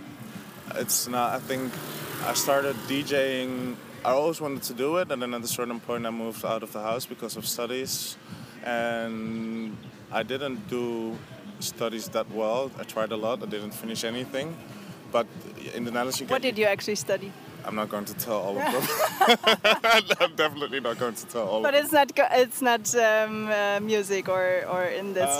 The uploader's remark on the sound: This interview was recorded with summer feelings during the Lighthouse Festival 2018 in Croatia.